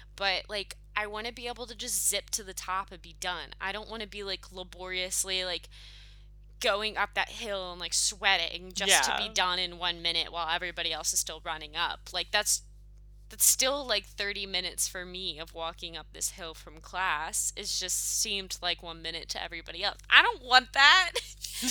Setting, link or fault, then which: fault, hum or buzz